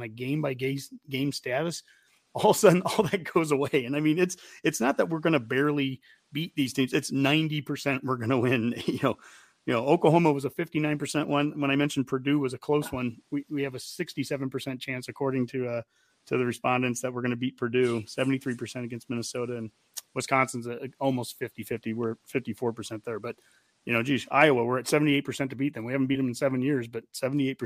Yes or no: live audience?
no